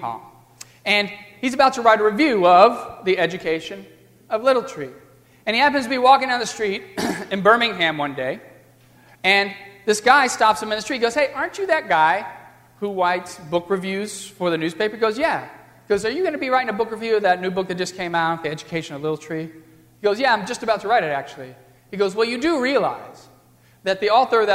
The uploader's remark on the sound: during the Crossroads service (9:30 am) on Sunday, November 29, 2015, at First Presbyterian Church of Arlington Heights, Illinois